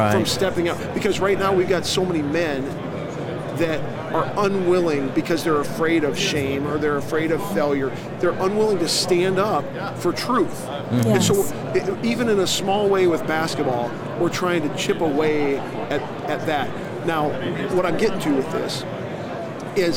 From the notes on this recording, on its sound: LIVE from NRB 2022!